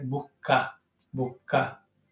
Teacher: Uno de los rasgos más reconocibles del acento de Jaén es precisamente esta apertura tan grande de las vocales para compensar la pérdida de la S final que como vemos es sistemática en Andalucía.